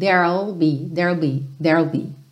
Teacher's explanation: A gente vai do R direto pro L, porque there não tem o E final pronunciado, certo? Então, there, eu tô com R enrolado, eu já vou pro L da contração do will, ok?